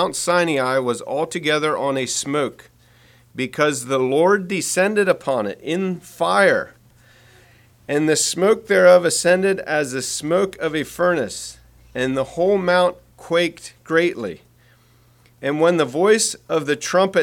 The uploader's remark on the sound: Message preached at Word of Hope on March 26, 2023